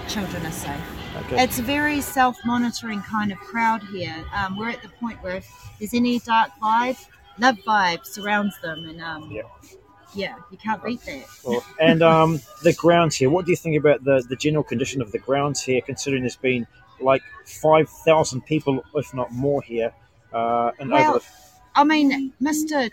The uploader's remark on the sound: in Wellington, New Zealand on the grounds of Parliament